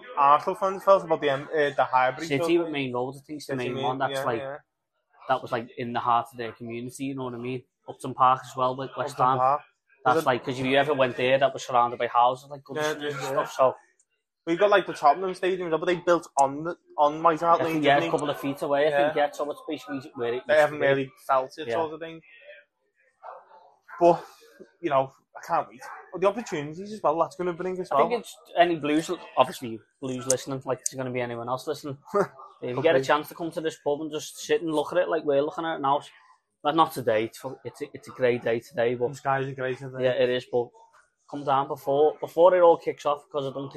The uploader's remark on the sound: do a podcast sat in the Bramley Moore pub